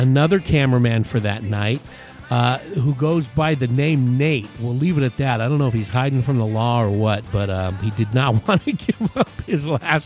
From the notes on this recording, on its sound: Recorded on the rooftop. From Rock Bar, Scottsdale AZ.